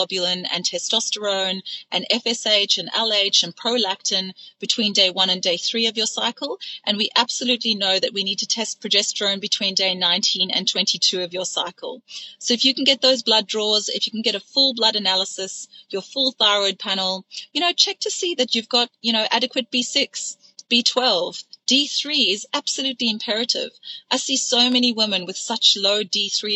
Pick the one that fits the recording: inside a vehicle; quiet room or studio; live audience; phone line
inside a vehicle